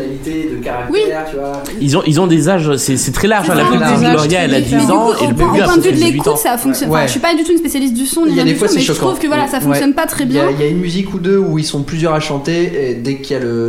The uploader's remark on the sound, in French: Enregistré à La Petite Mercerie de Paris. Enregistré à La Petite Mercerie de Paris.